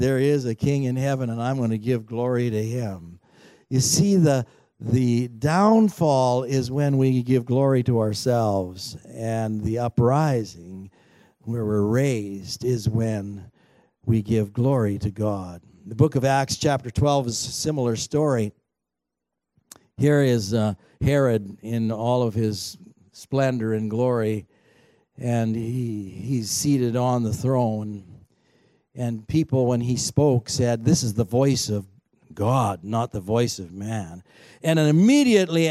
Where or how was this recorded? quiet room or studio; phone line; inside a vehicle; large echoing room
large echoing room